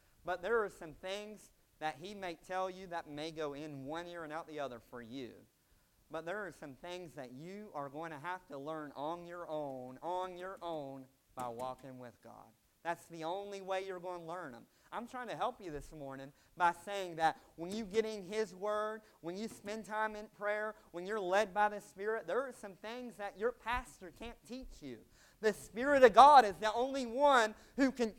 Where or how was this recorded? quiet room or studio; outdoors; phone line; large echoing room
large echoing room